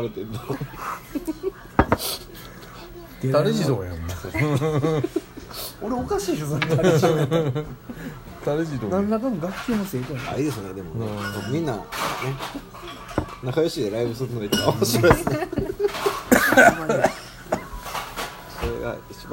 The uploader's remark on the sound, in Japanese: 神戸、SPACE DOG!RECORD(お店)より。